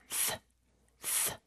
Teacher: 쌍시옷 발음 아닙니다. th 발음을 할 때는 여기서는 무성음인데요. 윗니와 아랫니가 다 닫힌 상태가 아니라 살짝 뗀 상태에서 그 사이에 혀가 껴 있다가 뒤로 쏙 빠지면서 바람을 내뿜는 소리예요.